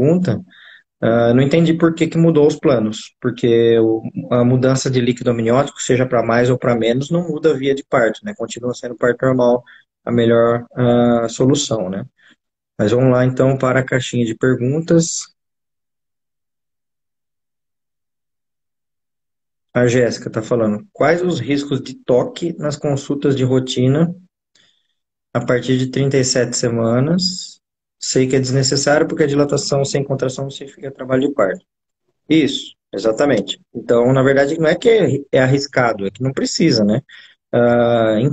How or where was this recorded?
video call